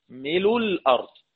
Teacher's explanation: يعني حذف الهمزة ونقل ضمتها إلى اللام قبلها. ملء الأرض، ويقف أيضا بنقل مل مع سكون ومع روم ومع إشمام، لأن الهمزة كانت مضمومة زي حمزة. · Term: النقل